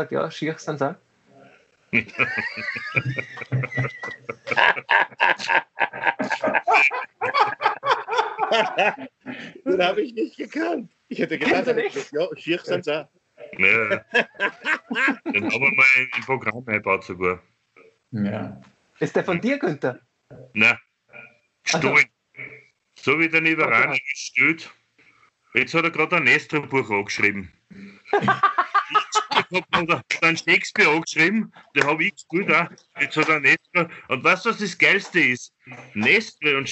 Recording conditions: video call